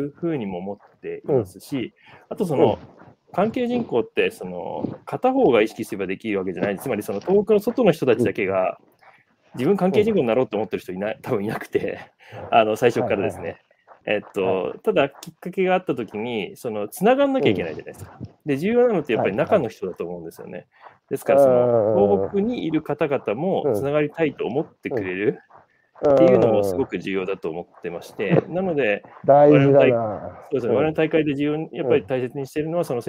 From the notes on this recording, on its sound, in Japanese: 歩きながら1時間、対談する